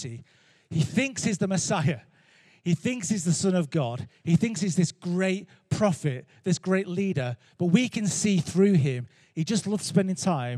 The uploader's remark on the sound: Recorded Live at Life Church Lancashire